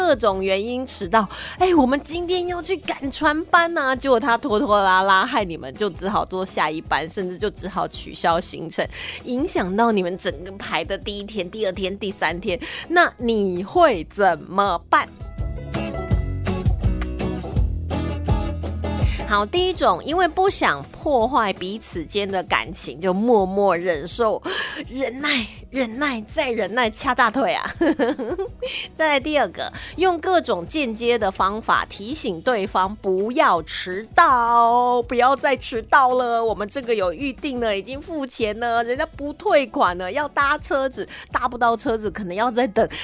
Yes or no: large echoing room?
no